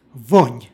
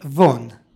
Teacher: ovdje je izgovor sa nj, vonj. Time pravimo razliku između drugog priloga koji znači van, napolju, i izgovara se von